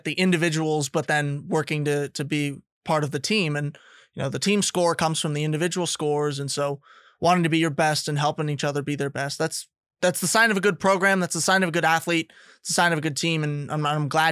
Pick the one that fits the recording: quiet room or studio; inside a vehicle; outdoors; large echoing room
quiet room or studio